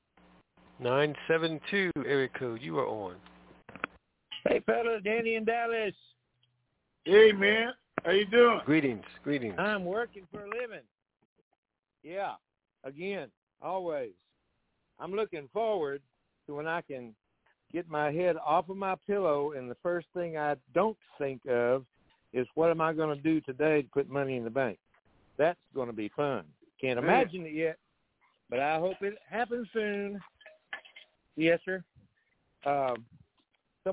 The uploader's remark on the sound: TNTSuperfantastic Conference Call